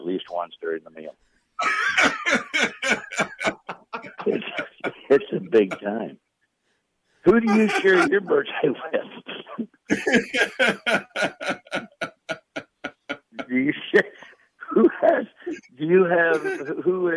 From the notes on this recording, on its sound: so we set up a couple phone calls